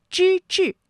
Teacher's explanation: 之志，这两个字啊都是翘舌音，它们的声母都是之